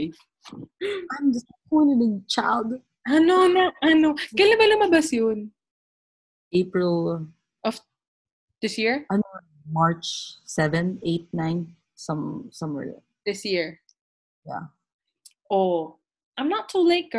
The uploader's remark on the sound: We're also posting our zoom video for this.